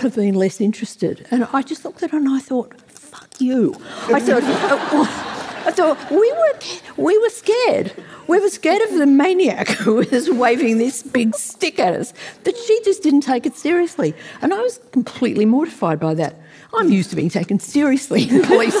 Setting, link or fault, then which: setting, live audience